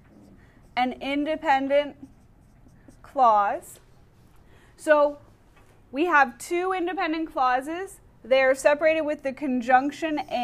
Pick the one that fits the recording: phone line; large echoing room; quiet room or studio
large echoing room